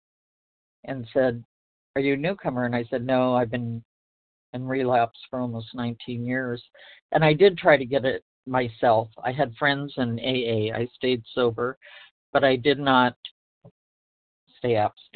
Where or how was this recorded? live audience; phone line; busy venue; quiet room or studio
phone line